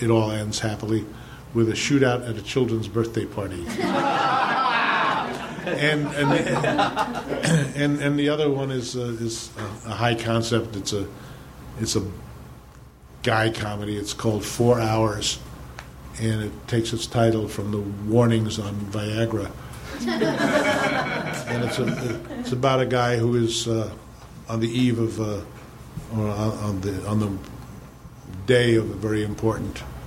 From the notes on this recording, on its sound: Recorded live at Nerdmelt on August 4, 2013.